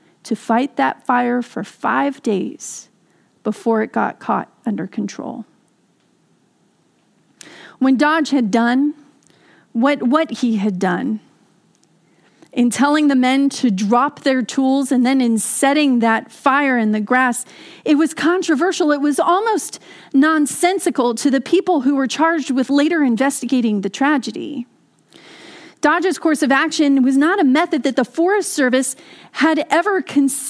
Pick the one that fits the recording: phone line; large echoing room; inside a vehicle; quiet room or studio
large echoing room